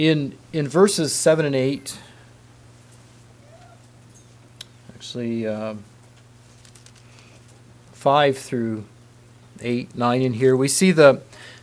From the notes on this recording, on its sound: Message preached at Word Of Hope Mennonite Church